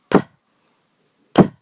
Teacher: P，p，就像大坝的阀门关上，然后被水流冲开一样的感觉